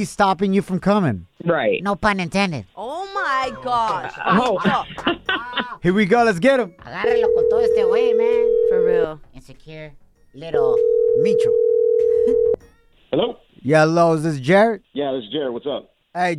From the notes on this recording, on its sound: We opened up the phone lines. A listener calls.